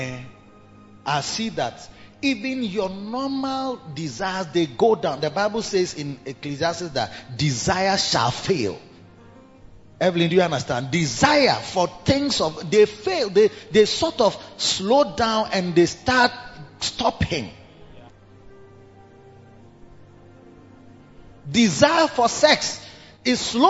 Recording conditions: large echoing room